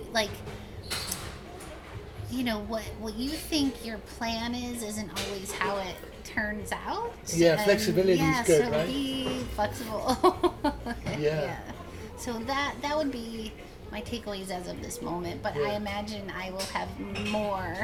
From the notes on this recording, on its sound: Not surprisingly the Fleet Week event in San Francisco created a few distractions as we were recording the podcast. Not surprisingly the Fleet Week event in San Francisco created a few distractions as we were recording the podcast.